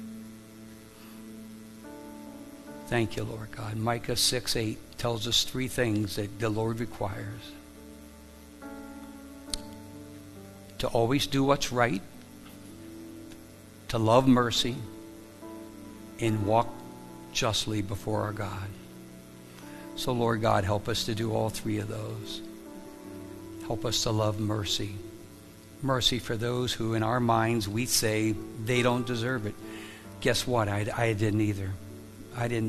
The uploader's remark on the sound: Live from The Summit Church in Dover, OH